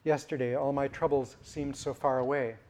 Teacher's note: My is cliticized. It's pronounced as if it belongs to the word troubles. So my belongs to troubles, as the prosodic grouping shows underneath.